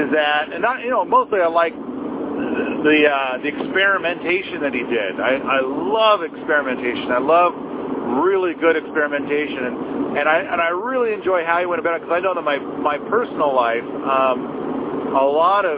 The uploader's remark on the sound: In the car by himself.